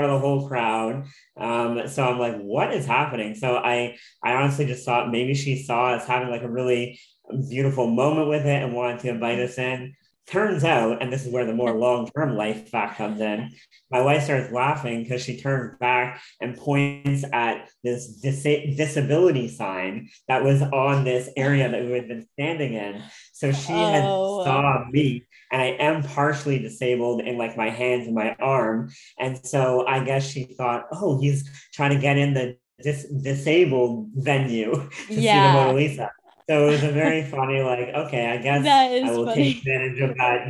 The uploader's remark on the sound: Hops on zoom for a conversation.